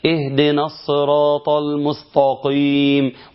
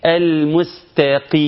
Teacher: هي تاء، التاء مرققة والطاء مفخمة · Shown in: second take